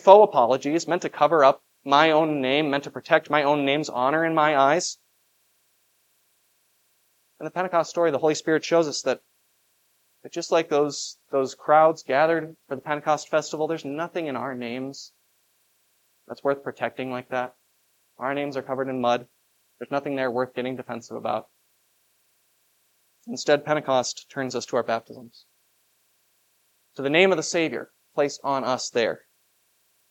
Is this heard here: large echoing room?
yes